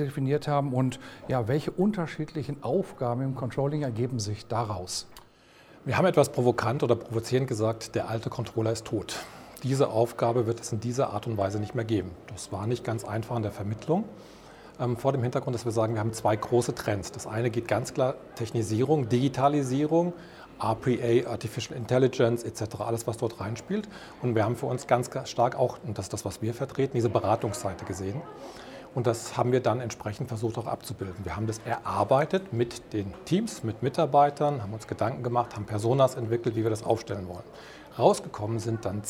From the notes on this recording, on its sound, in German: im Interview auf dem ICV Congress der Controller 2022